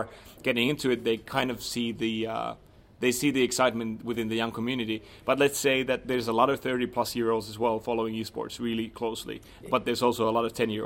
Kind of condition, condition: setting, busy venue